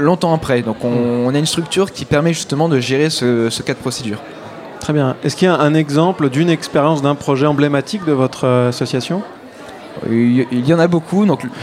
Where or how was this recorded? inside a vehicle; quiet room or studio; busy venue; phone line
busy venue